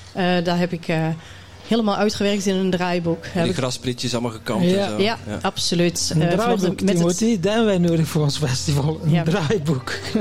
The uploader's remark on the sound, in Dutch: In deze bijzondere aflevering, live opgenomen tijdens het Magical Zen Festival